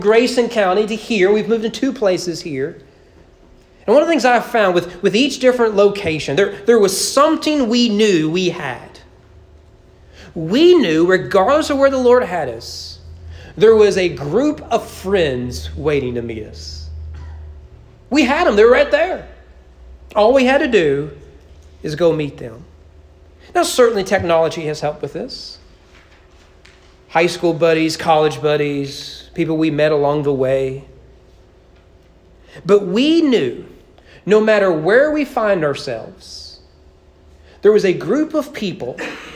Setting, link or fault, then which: setting, large echoing room